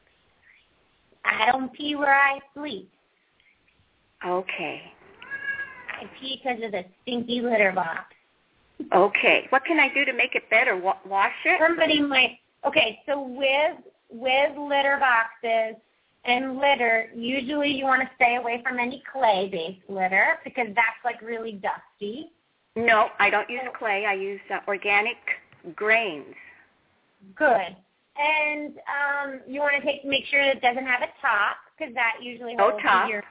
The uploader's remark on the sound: open up the lines for listeners to call